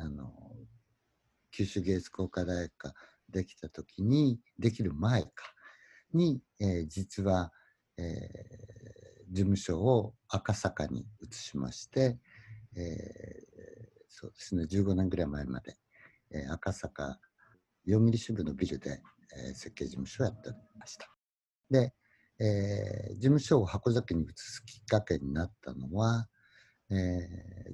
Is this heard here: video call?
yes